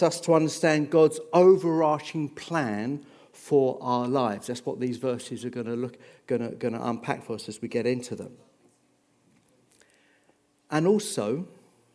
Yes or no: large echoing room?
yes